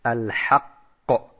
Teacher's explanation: Das heißt, zum Beispiel beim Wort Al-Haqq, yani da ist ein starkes, also Al-Haqqu, da ist ein starkes Qalqala drinnen. Das heißt, wenn wir da stehen bleiben, dann sagen wir Al-Haqq.